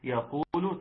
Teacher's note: ترقيق الياء وضم القاف، ثم الواو مد طبيعي ومد بمقدار حركتين